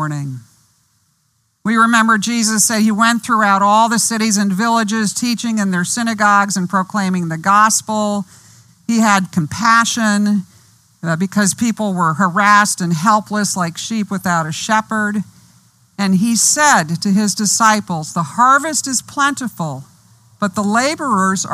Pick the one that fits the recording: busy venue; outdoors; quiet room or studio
outdoors